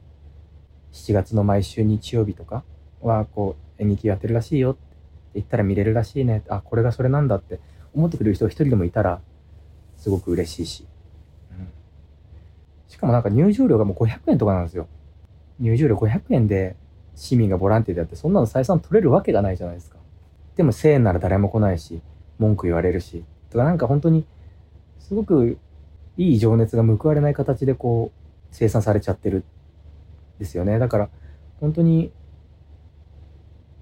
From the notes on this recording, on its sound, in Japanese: 無菌室なので空気清浄機のノイズや音量バランス等お聞き苦しいかもしれませんがあしからず。